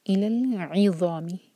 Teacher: الی العظام، لل یہاں پر جھٹکا نہ ہو، لام ساکن پر جھٹکا نہیں ہونا چاہیے. الی العظام، عین کو حمزہ نہیں پڑھنا، ای نہیں پڑھیں گے، عی.